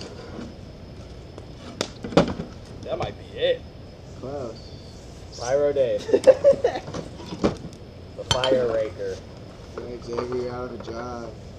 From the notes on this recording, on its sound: By A Campfire. We tried out a new webcam and it did an all right job capturing the audio and a great job taking the video mostly.